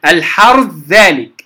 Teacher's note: الحرث ذلك، الثاء في الذال، الحرث ذلك، الحرث ذلك من الراء للذال مباشرة